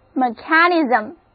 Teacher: mechanism，重音放在第二个音节上